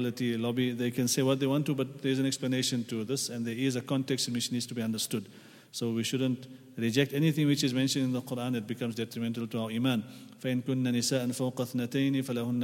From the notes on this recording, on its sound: at the Houghton Masjid (West Street)